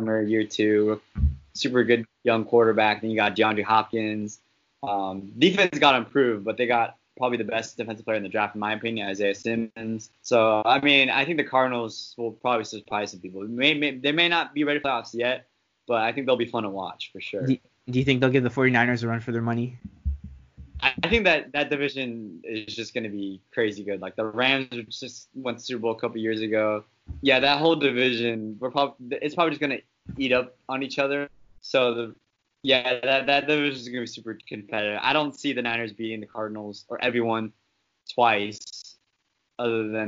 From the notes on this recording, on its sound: Audio was recorded via Skype.